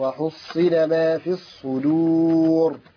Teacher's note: راء ساكنة مفخمة عند الوقف